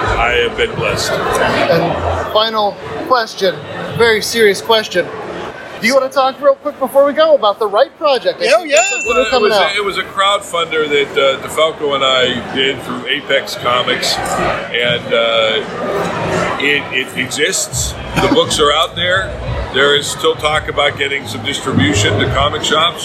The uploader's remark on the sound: 3 Rivers ComicCon Interviews.